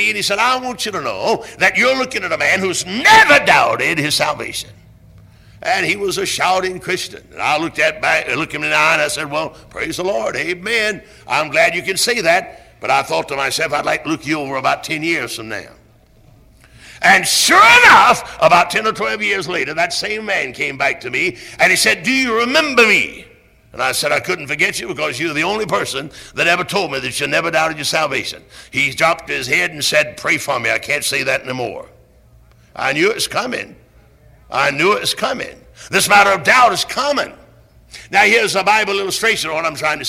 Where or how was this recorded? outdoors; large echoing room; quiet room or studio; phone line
large echoing room